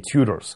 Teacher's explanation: Мы называем ее Тюдорами по-русски, хотя правильнее, конечно, с английской точки зрения делать ударение на первый слог